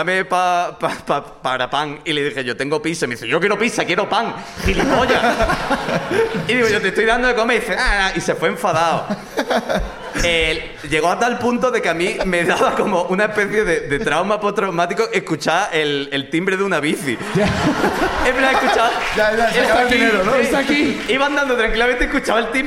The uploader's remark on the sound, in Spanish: La Ruina desde Madrid. Además del público de Madrid.